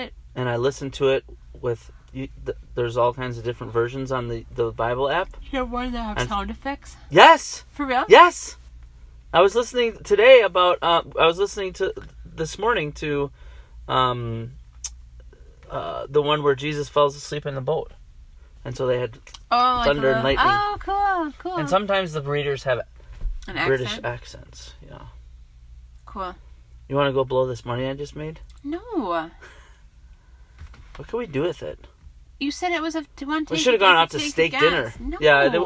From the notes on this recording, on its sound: This episode was recorded live in our truck.